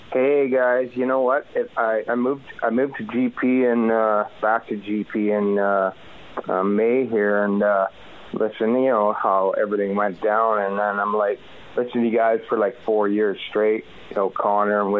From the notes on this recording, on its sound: took your calls